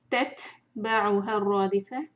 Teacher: تا کے اوپر ہم ہمس کریں گے، یعنی کہ تھوڑی ہوا کے ساتھ ان شاء اللہ پڑھیں گے. تا کے اوپر جو سکون ہے تت، اور پھر ہا کو رو سے جوڑیں گے، رو ہیوی.